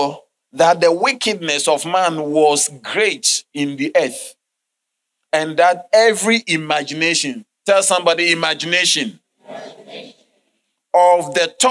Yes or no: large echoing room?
yes